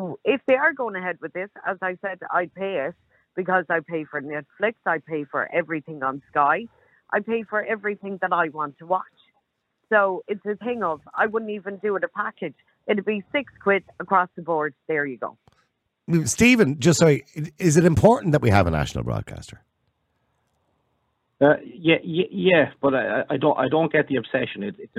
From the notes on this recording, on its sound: The phone lines are open, and callers share their thoughts and opinions on the matter.